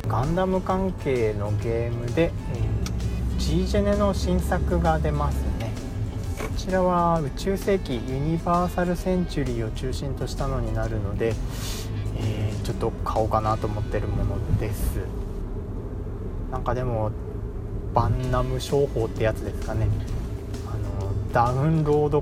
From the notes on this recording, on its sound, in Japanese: 運転中に録音してるので、内容がフラフラしたり、いろんな音が入ったりしていますが